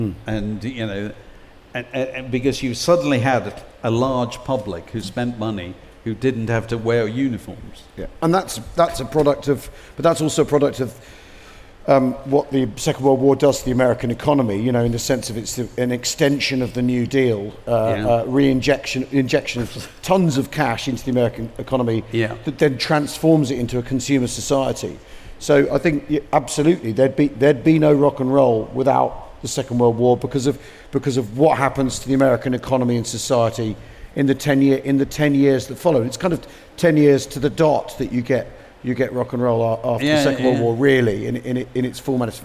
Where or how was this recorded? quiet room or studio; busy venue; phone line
busy venue